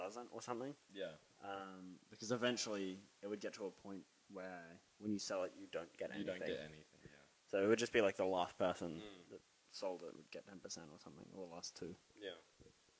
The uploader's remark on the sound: Sorry for the Trashy Audio.